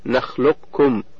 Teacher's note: إدخال القاف في الكاف إدخالا كاملا، بحيث لا يظهر شيء من صفاتها كالاستعلاء أو القلقلة · Term: الإدغام الكامل